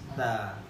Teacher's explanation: Huruf ta ini dibaca dengan kita keluarkan sedikit lidah kita ini, kan, supaya bunyinya itu tidak seperti huruf sin, kan?